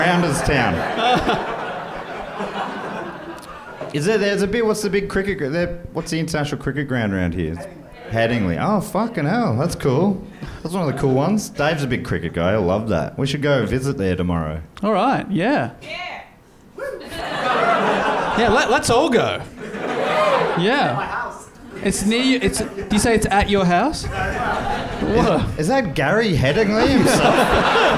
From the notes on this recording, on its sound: Recorded live at the HiFi Club in Leeds, UK!